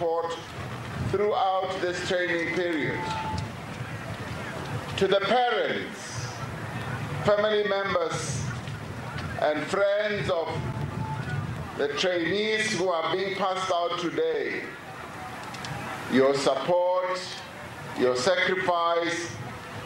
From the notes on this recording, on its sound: delivering a keynote address at the SAPS passing-out parade in the Northern Cape